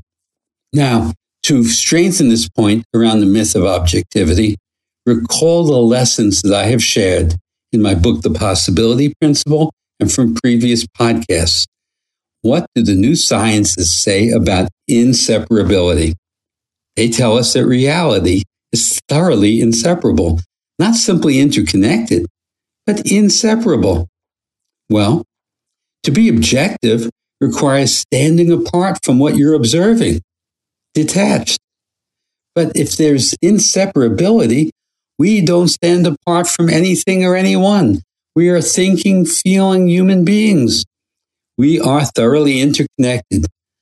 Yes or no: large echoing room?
no